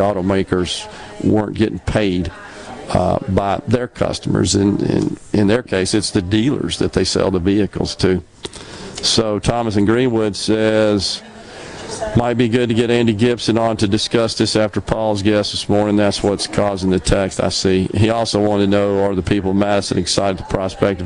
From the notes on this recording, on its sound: LIVE from Stone's Jewelry in Tupelo